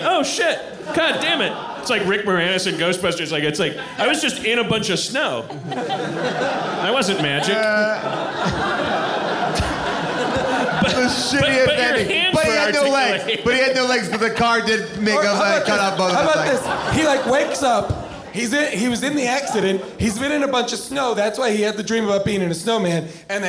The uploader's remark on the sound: LIVE episode recorded at Largo in Los Angeles.